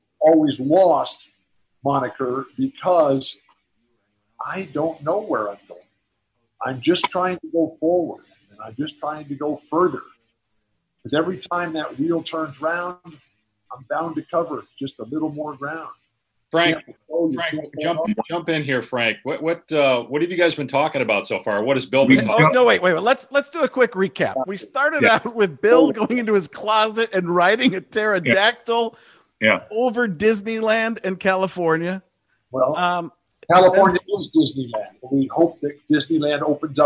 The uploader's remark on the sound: We present the interview in its entirety, uncut, fully unedited so you can experience it just as we all did on the zoom call!